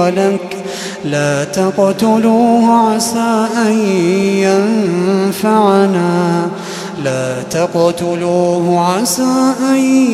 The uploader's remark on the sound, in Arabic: تسجيلات من صلاة التراويح لشهر رمضان عام 2016.